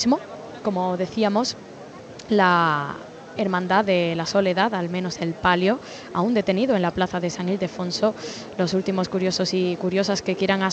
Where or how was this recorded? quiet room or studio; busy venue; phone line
busy venue